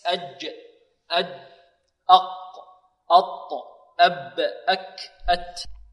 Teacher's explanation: تجدون الصوت ينحبس عند هذه الحروف. قول أ، تجد الصوت ينقطع، ينحبس. · Term: حروف الشدة